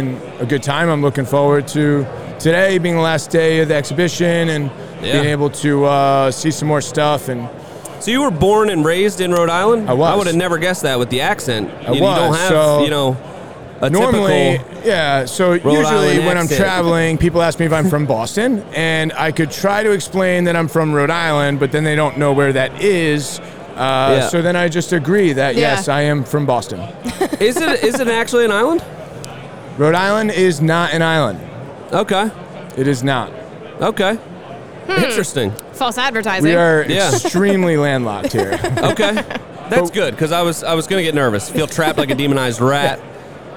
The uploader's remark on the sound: up at the JLC Live show!